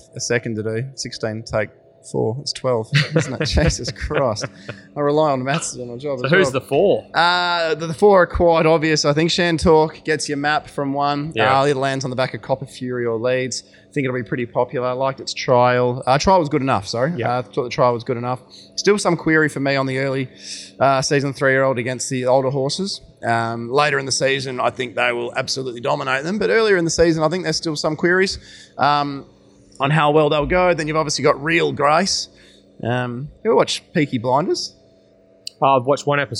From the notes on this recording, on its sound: Recording from their spiritual home — Ascot Racecourse